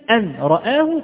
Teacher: فإذا نطقت بها على هذا أو على هذه الكيفية أن رآه، تلاحظ أن اللسان يرتفع إلى النون ثم يهبط ثم يرتفع إلى الراء